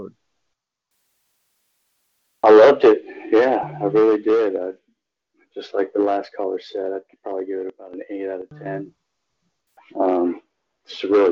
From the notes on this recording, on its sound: FAN CALL-IN SHOW